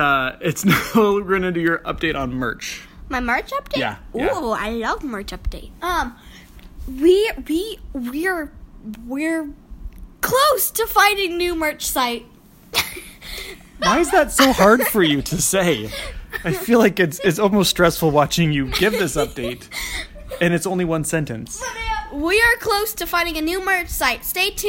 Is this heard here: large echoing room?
no